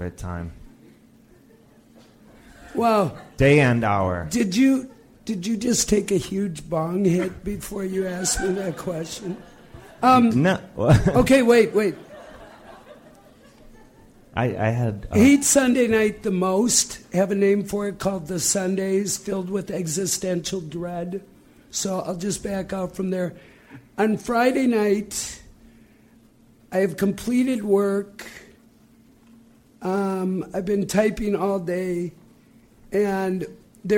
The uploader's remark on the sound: Ask Roulette is the conversation series in which strangers ask each other questions live on stage. This excerpt is from our 2014 show at Brooklyn's Bell House.